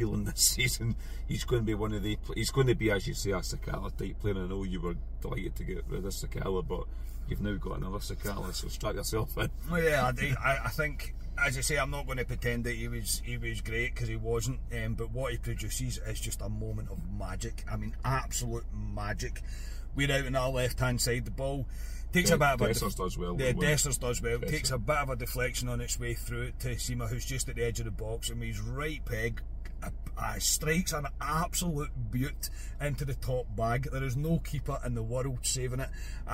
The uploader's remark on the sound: bring reaction from the car